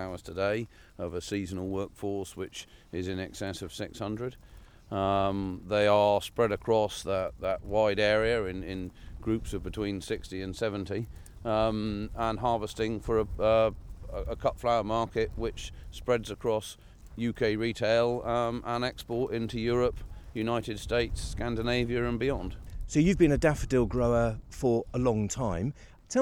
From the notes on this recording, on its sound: Live on Farm: Walking Fields of Gold in Cornwall.